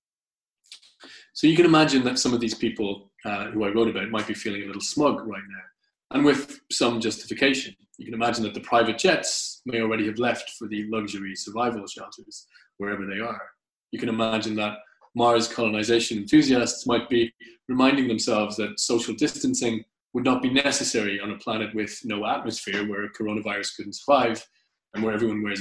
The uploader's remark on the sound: Recorded at the very first online 5x15 event.